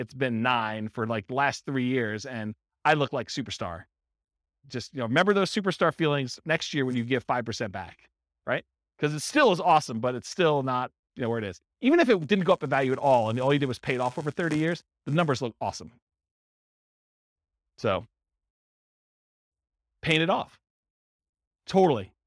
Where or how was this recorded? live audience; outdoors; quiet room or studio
live audience